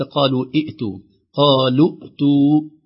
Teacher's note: الواو في قالوا محذوفة لالتقاء الساكنين، لأن يعني حرف المد إذا كان في الحرف الكلمة الأولى يحذف التقاء الساكنين، وهمزة الوصل محذوفة، ننتقل من اللام مباشرة إلى الهمزة.